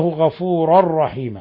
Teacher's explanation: غفورا رحيما تنوين فتح جاء بعده الراء إضغام بغير غنة. ثم رحيما الوقف على تنوين الفتح بمد العوض تقدم نظائره.